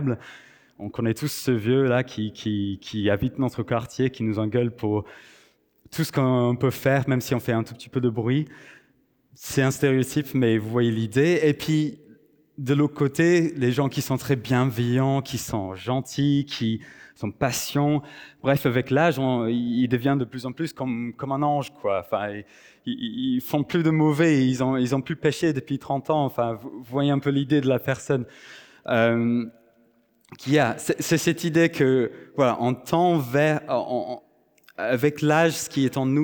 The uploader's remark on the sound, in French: Enregistré à l'église CVV, le 24/09/2023